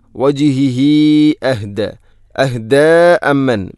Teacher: ഹംസ വന്നാൽ മദ് മുൻഫസ്സിൽ പോലെ നീട്ടണം, നാലോ അഞ്ചോ ഹർക്കത്തിന് തുല്യമായിട്ട്